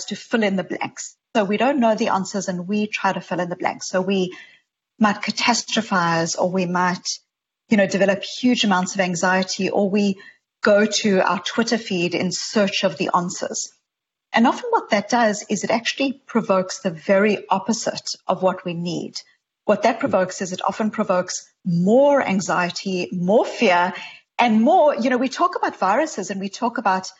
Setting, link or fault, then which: link, video call